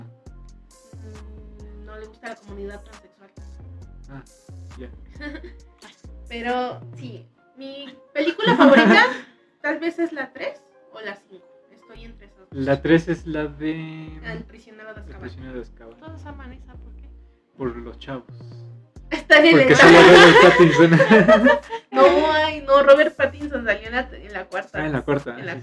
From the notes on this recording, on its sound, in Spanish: Una disculpa por la fallas de origen, a una persona de este grupo le encanta utilizar iPhone en todo momento y no sabíamos que esto provoco interferencia